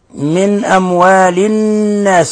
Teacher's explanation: من أموال الناس، نون ساكنة نون مشددة تغن مقدار حركتين